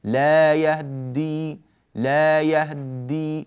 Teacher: قالون فإنه يختلس فتحة الهاء